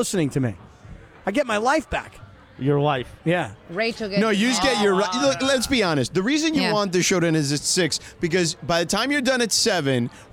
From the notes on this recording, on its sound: joined the show live from Danny K's